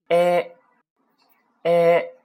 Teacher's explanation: 你的嘴张开，舌头在下面啊，A，不要读成 I，也不要读成 A，对吧？一定要注意了，这个音是有点扁的啊